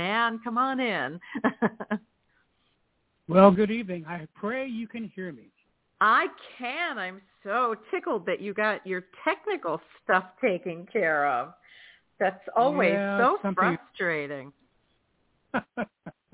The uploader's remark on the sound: in response to callers' questions